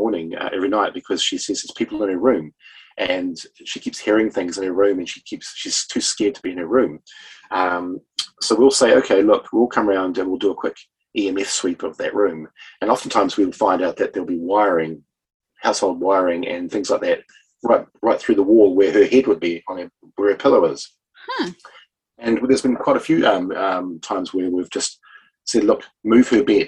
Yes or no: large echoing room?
no